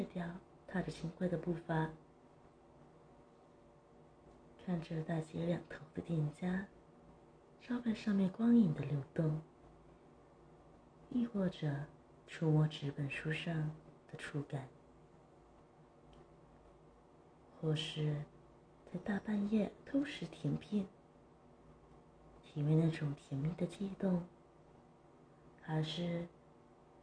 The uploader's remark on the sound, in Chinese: 聲音有點小，請開最大哦！